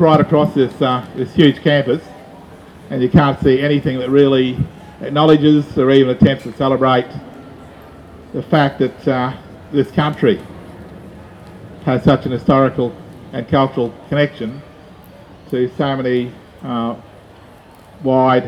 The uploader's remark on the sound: Welcome to country at UQU Forum 25 Feb 2019.